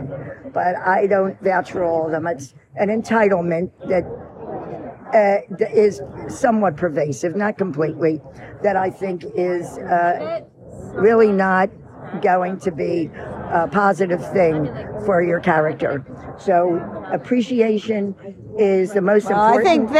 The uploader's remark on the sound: As we sit on the steps of Widener Library. MommashLIVE from Harvard Commencement. LIVE unedited wisdom.